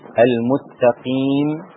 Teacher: وأقف على الميم هكذا بالسكون المحض المجرد